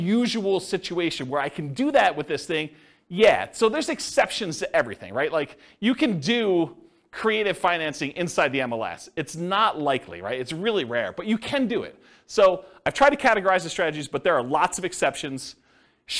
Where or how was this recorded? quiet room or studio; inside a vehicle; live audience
live audience